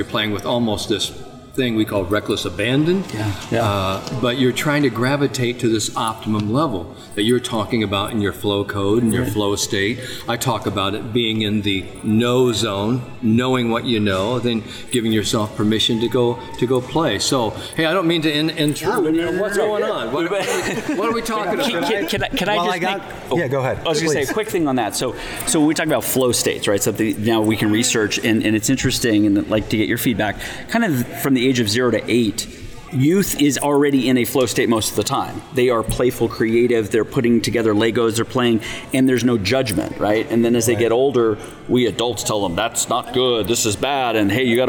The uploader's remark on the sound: live at the PGA Show